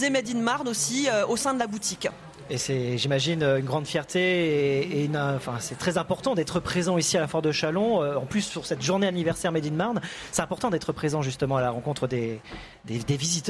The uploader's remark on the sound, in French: RCF en direct de la 77e Foire de Châlons.